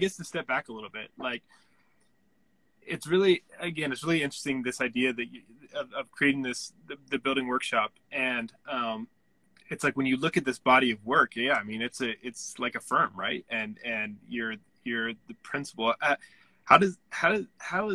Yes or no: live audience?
no